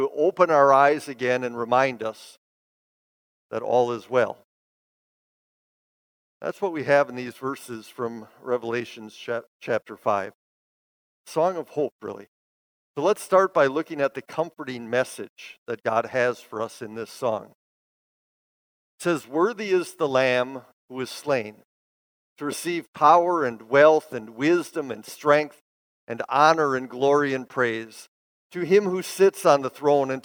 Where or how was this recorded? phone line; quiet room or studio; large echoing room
large echoing room